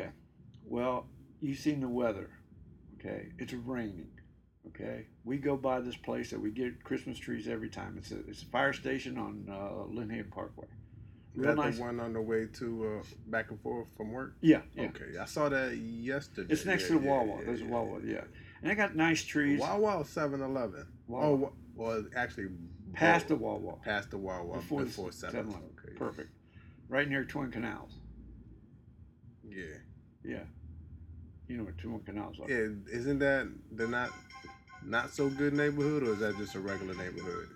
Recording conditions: poor sound quality